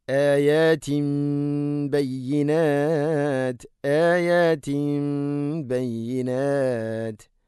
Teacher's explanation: തൻവീന് ശേഷം ബാ വന്നു. തൻവീനിനെ മീമാക്കി മാറ്റണം, ഇഖ്ലാബ് എന്ന്.